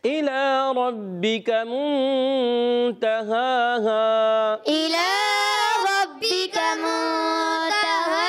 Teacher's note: یعنی کھڑا زبر اور ہا الف زبر ہا دونوں ایک ہی ہیں، یہ سمجھ لیں. کھڑی حرکات حرف مدعی کے تو قائم مقام ہوتی ہیں، تو دونوں کو ایک ایک الف کھینچنا ہے